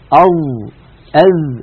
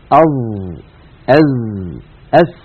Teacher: فالظاء والذال والثاء من طرف اللسان مع أطراف الثنايا العليا · Shown in: second take · فإدخال طرف اللسان إلى الداخل خطأ، وإخراجه إلى الخارج زيادة عن اللزوم أيضا خطأ.